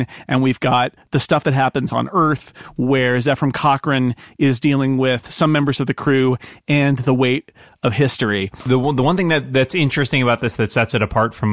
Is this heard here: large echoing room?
no